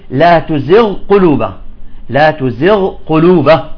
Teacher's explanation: يعني الغين هذه يجب أن تظهر، ما تفوت في القاف